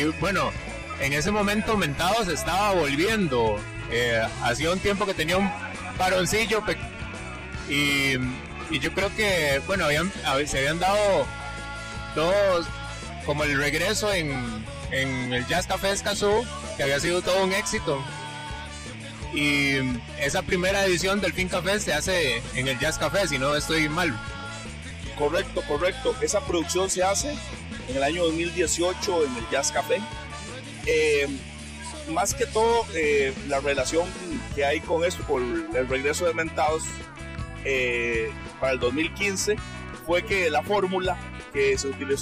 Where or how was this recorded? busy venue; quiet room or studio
busy venue